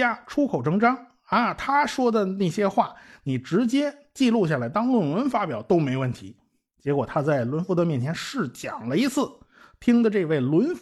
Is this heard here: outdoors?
no